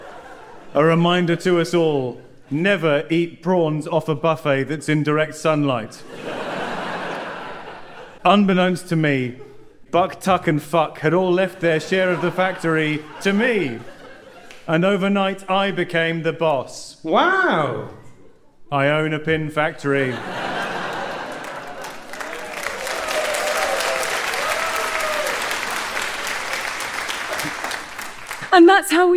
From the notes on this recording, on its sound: Live At London Agrimedia Con 2023. A live show which took place at London Agrimedia Con 2023.